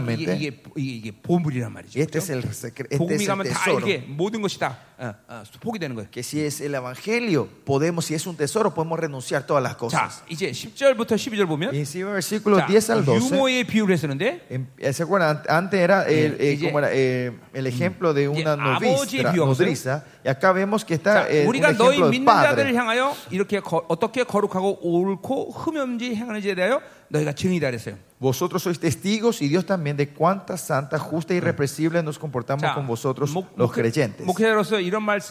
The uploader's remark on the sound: '23 Zoe Conference at Honduras